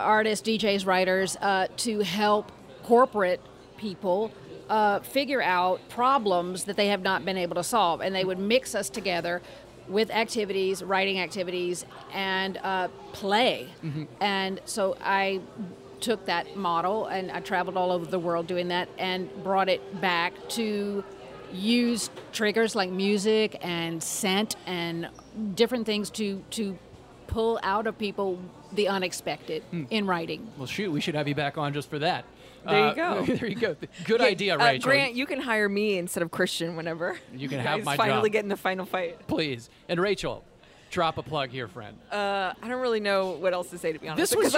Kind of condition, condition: setting, busy venue